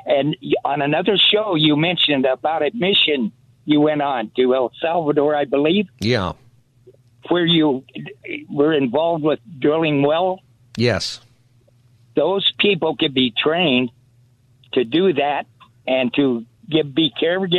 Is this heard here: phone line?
yes